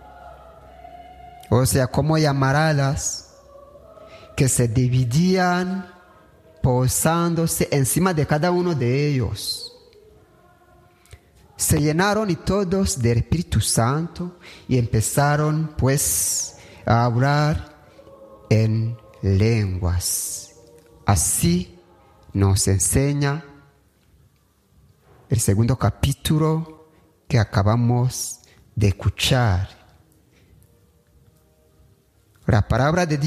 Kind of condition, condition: setting, large echoing room